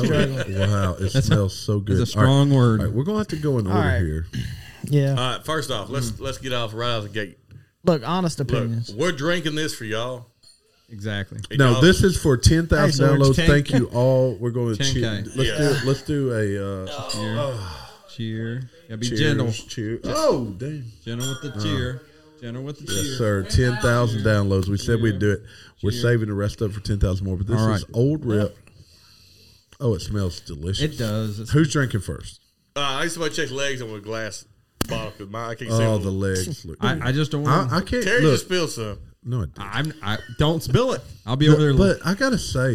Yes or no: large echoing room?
no